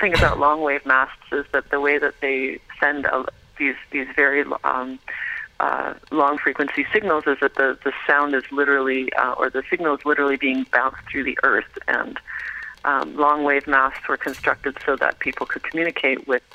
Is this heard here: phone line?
yes